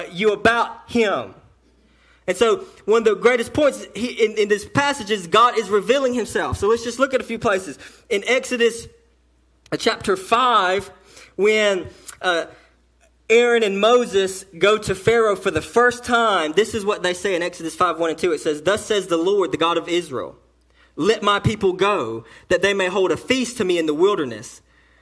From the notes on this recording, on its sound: message delivered to Cottondale Baptist Church in Eastman, GA on 10/14/18